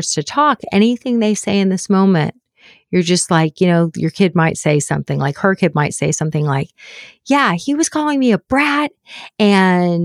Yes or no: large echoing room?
no